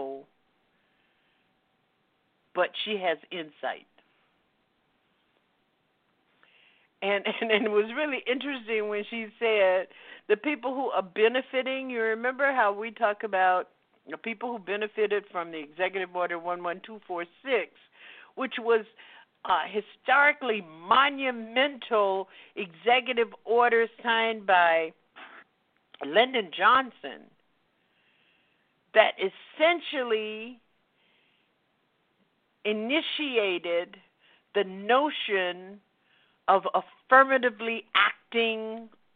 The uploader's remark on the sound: listeners who "call-in" via telephone